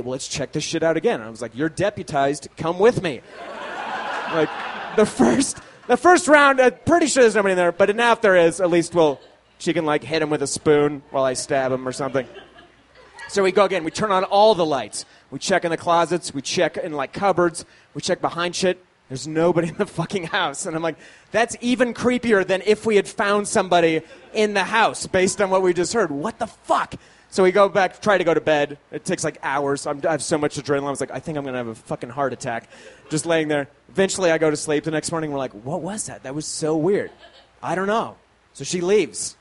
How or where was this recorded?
busy venue